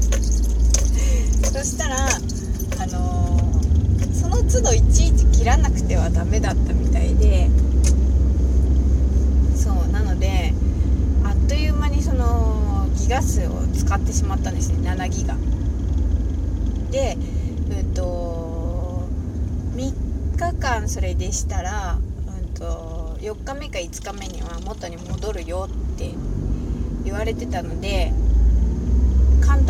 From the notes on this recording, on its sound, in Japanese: 雑音が多かったーすみません。ひとり語り #笑い声あり。